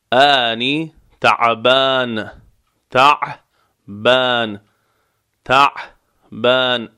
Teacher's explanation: عین از وسط حلق نرم و کمی غلیظ